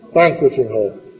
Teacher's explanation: Típicamente, vamos a remarcar la primera sílaba.